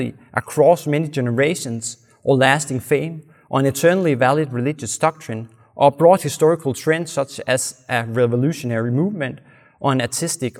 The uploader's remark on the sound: This seminar was presented at the Veritas Conference 2023.